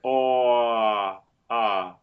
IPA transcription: ʌ